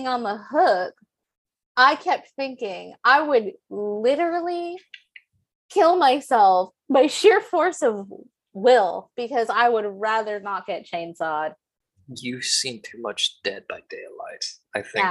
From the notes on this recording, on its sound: until zoom eats the rest of the conversation